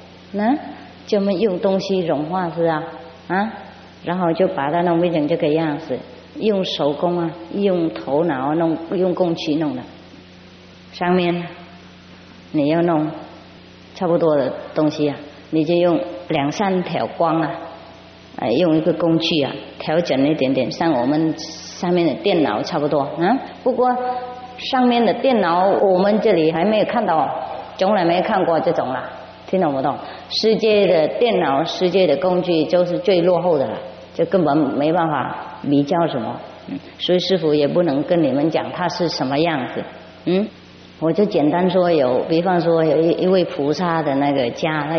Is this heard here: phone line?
no